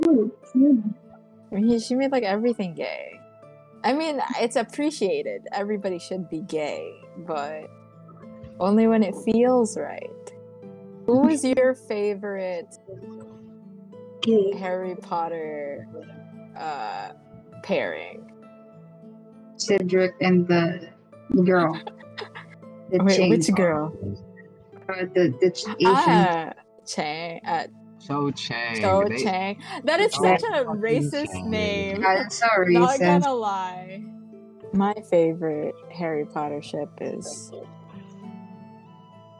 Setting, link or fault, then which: fault, background noise